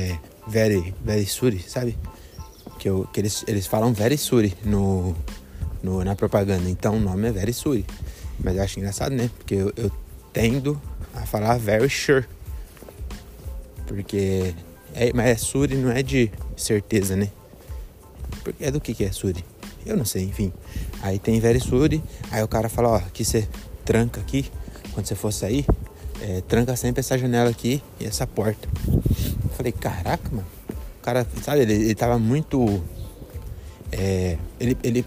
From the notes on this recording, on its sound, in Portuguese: Episódio gravado nas ruas de Belém